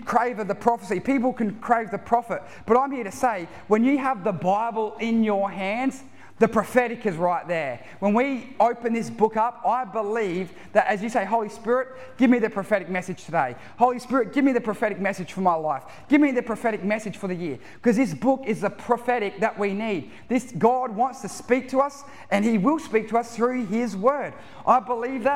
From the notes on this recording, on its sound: Recorded live at One Heart Church (Tumby Bay) at the 4pm serivce